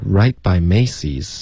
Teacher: 我们要注意重音，Macy's 的 May 是重音